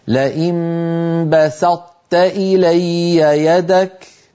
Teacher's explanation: فأطبقت لساني على طاء غير مقلقلة وجافيته عن تاء مرققة. لا أقول بسطت، لا أقول ذلك، يعني لا أنطق طاء مشددة، أعوذ بالله. · Term: صفة الإطباق